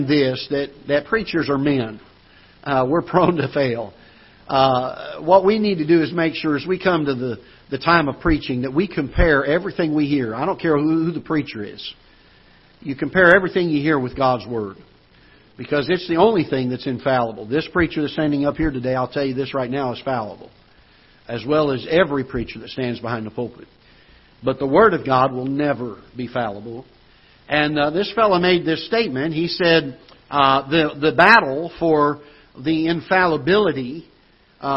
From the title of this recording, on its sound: Ketha Heights Baptist Church ~ Live Broadcast